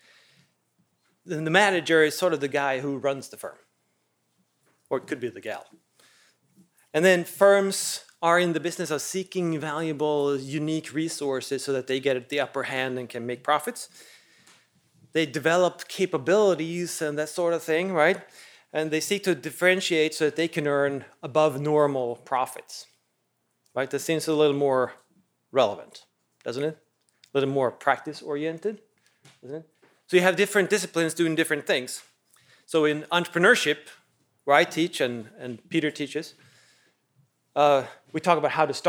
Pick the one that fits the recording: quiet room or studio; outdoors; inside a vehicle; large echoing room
large echoing room